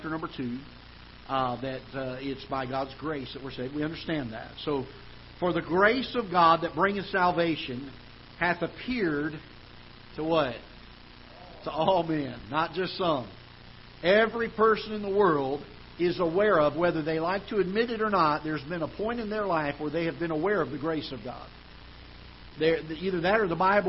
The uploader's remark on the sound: Ketha Heights Baptist Church ~ Live Broadcast